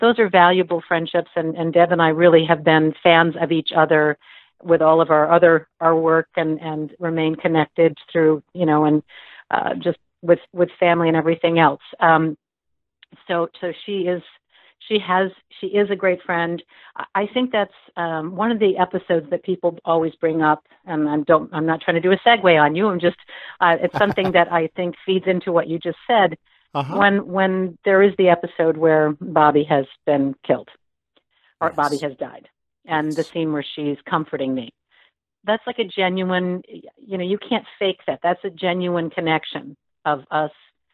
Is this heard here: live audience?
no